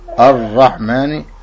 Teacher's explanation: الراء مفخمة لأنها مفتوحة، فإذا كانت الراء مفتوحة أو مضمومة تفخم، إذا كانت مكسورة ترقق، أما إذا كانت ساكنة ينظر إلى ما قبلها، تأخذ حكم ما قبلها.